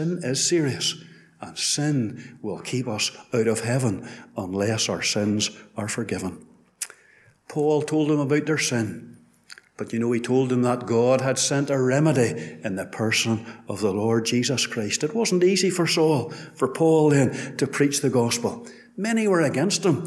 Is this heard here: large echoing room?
yes